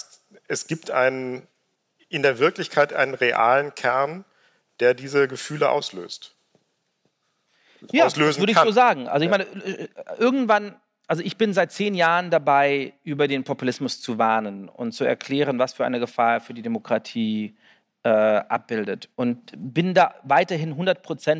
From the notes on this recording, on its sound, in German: diesmal mit Publikum, als Liveaufnahme von der Langen Nacht der ZEIT